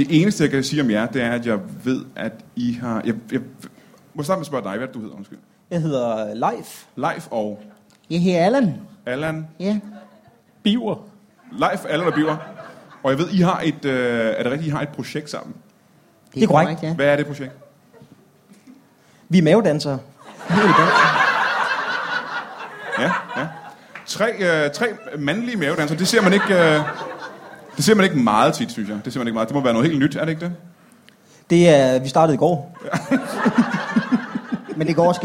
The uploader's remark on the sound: Odense Spoken Word Festival Special LIVE